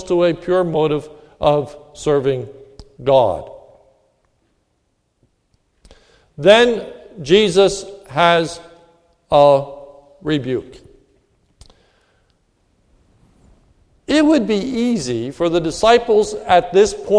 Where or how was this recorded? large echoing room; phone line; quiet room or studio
large echoing room